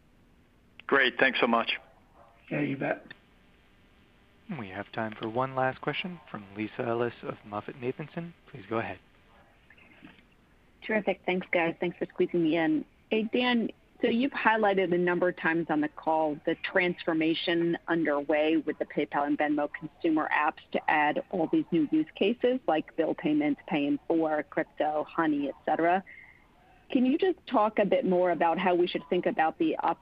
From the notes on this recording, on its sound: Q3 2020 Earnings Conference Call